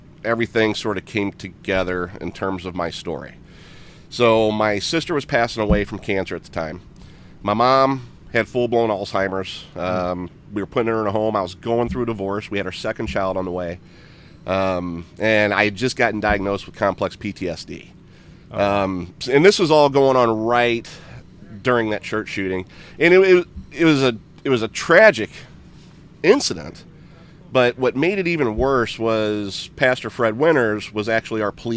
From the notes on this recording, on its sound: We took the podcast on the road this week - we are LIVE from the Second Annual Primo BBQ Bash in Poplar Bluff Missouri.